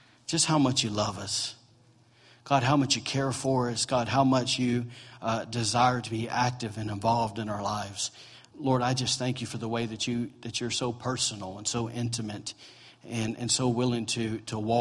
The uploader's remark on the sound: During morning service at Celebration Life Family Church.